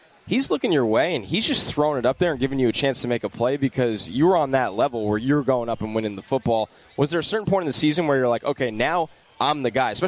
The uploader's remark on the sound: Wild Interviews From Miami. Back on radio row.